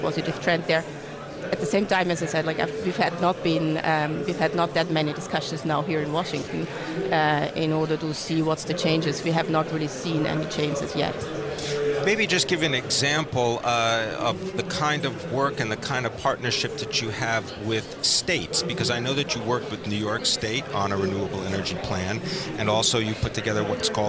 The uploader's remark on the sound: Live from the 2017 Future of Energy Summit